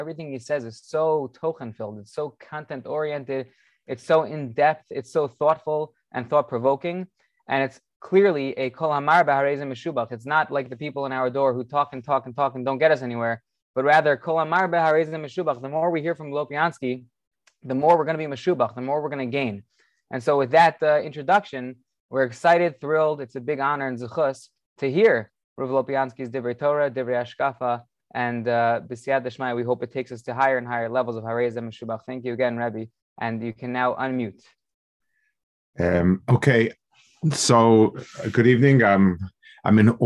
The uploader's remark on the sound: Delivered over Zoom